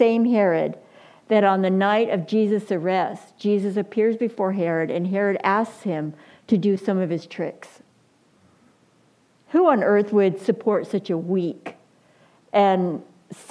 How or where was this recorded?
large echoing room